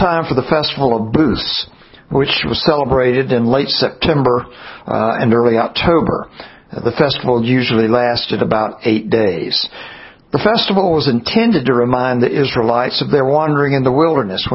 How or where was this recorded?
large echoing room